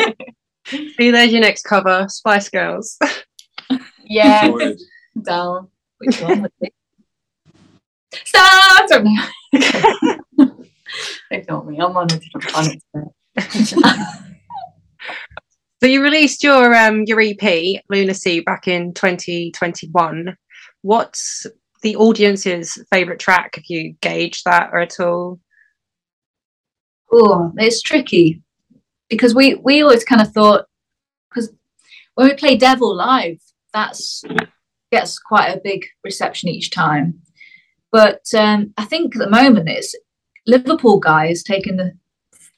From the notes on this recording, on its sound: I sat down over Zoom